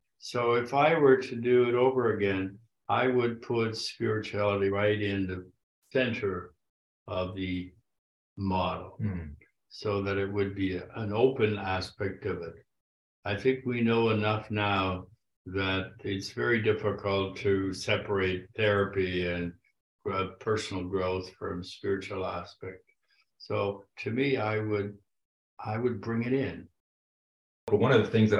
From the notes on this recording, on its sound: at the 2023 Virginia Satir Global Network online conference